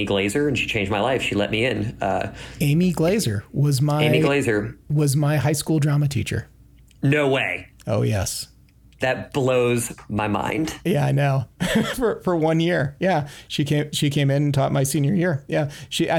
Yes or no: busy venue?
no